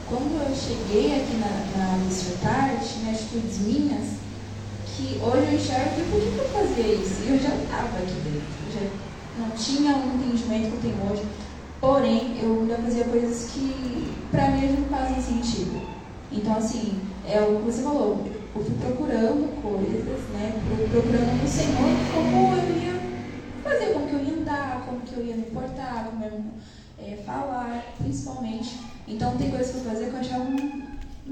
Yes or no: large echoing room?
yes